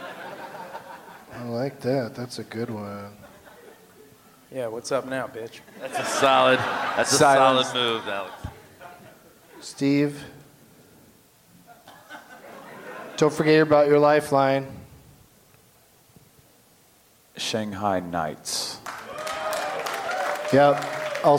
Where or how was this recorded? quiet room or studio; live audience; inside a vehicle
live audience